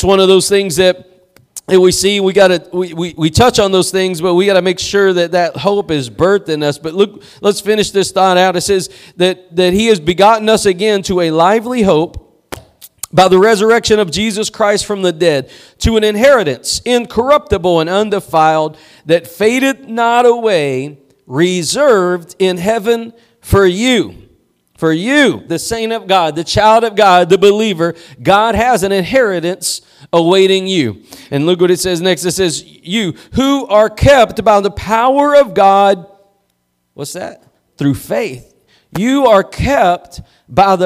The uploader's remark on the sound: Preached at Gospel Lighthouse in Bossier City, La.